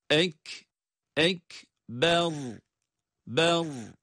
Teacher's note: Onun için bu kelimeyi okurken asla uzatarak okumuyoruz. Ray'da kalın okuyoruz. Ek, ek, ber, ber.